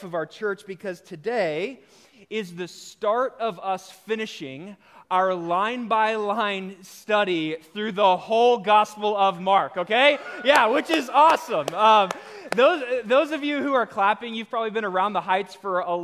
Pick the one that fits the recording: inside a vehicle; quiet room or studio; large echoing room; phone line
large echoing room